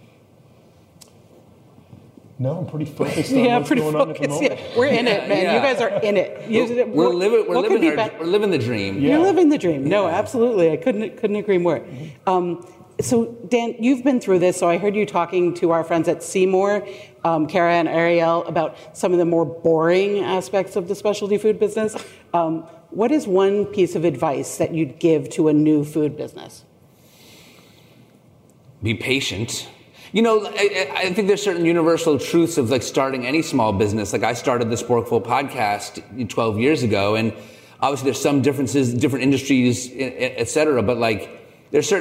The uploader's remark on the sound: In this special episode recorded live at the Summer Fancy Food Show 2022.